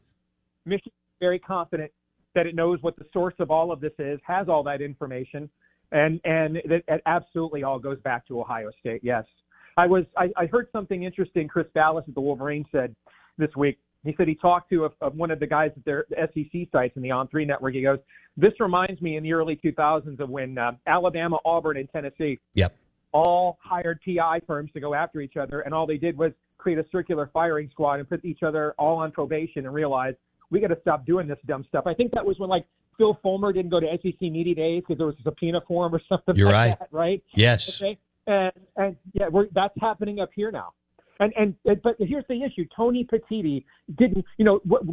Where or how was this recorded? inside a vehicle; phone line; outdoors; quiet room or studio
phone line